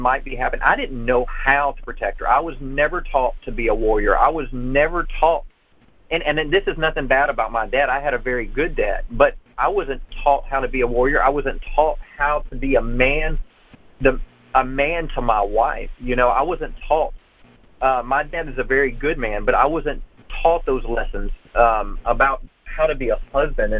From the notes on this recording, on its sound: Conference Call.